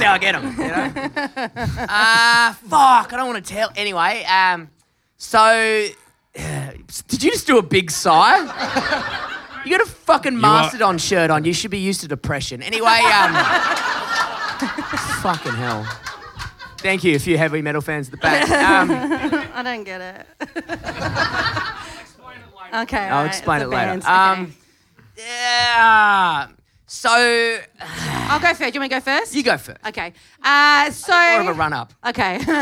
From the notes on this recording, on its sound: Ripper live ep.